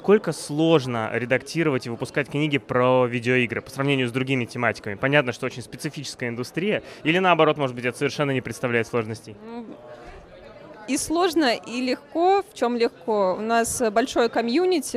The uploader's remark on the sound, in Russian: Репортаж с игровой конференции DevGAMM